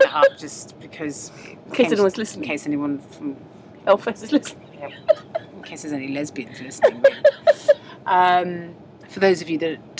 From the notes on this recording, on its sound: on a Virgin train from Birmingham to Euston